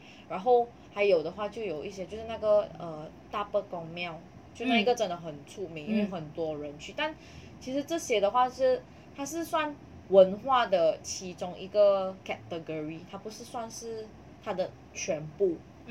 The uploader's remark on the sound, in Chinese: 在此先聲明本集音質不太行